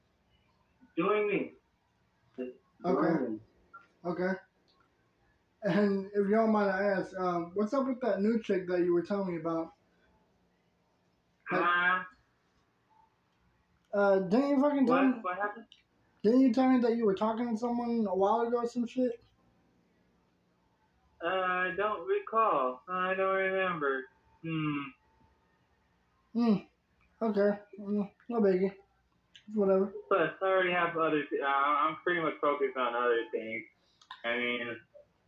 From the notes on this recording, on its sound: on an over the phone recording session